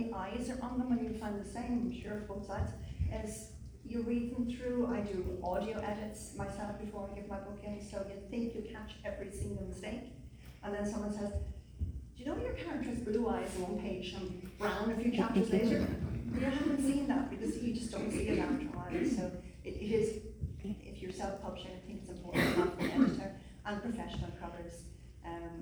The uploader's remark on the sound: The second panel from the Darkside of Brighton Festival held at the Old Ship Hotel in Brighton on 28th October 2023.